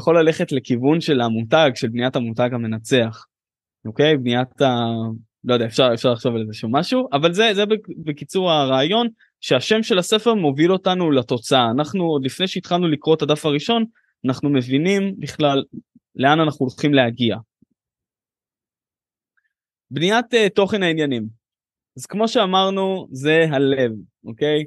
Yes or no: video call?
yes